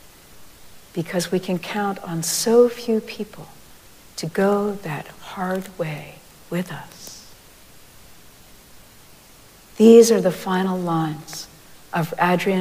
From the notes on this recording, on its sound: Recorded live at Arlington Street Church